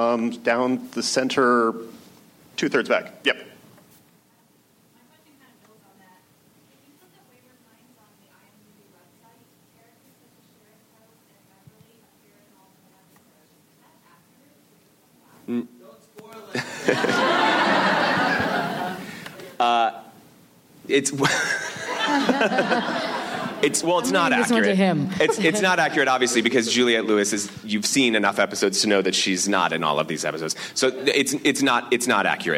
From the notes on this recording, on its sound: Recorded at ATX Television Fest in June 2015.